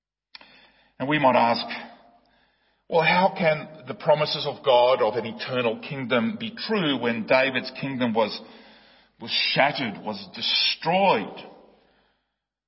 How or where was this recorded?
large echoing room